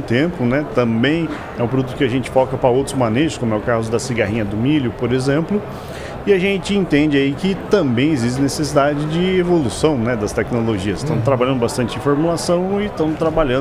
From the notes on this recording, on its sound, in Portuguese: Especial Hortitec. Estamos ao vivo na Hortitec 2023.